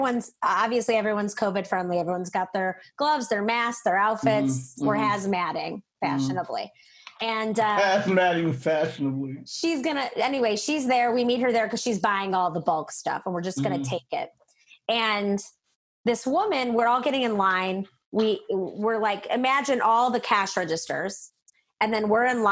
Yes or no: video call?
yes